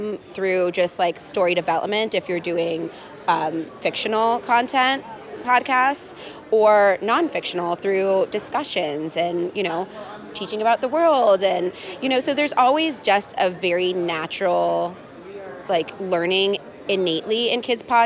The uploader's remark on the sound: Live from Podcast Movement in Las Vegas